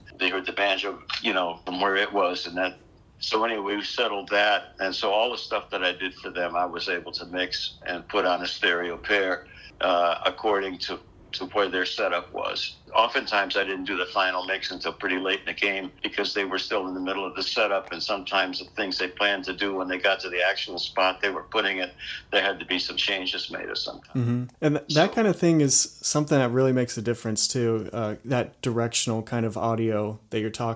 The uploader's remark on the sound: This phone interview. This was recorded with a pretty simple setup, so please excuse any audio issues you may hear.